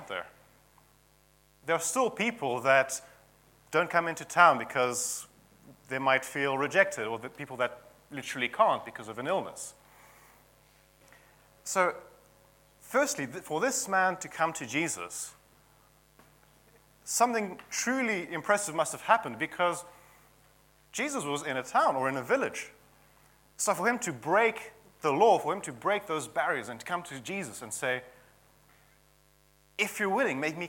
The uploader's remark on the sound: at King's Church, Cockermouth